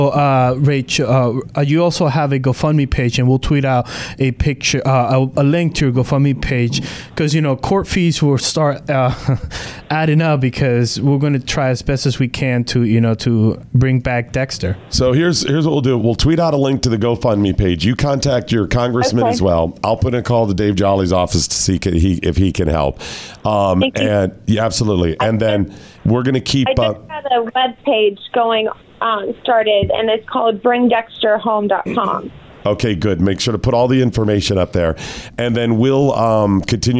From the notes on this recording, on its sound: joins the show by phone